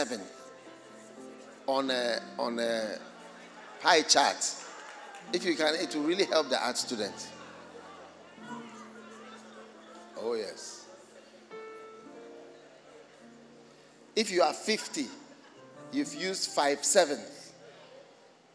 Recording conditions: large echoing room